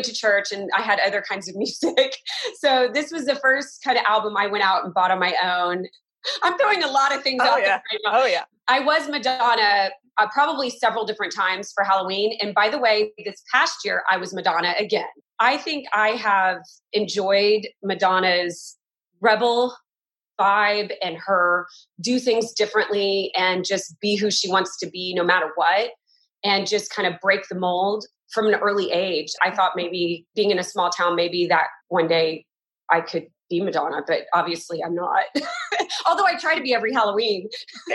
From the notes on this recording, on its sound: Today, we’re Zooming to you from Austin, Texas as we are all practicing a social distancing lifestyle during the coronavirus pandemic.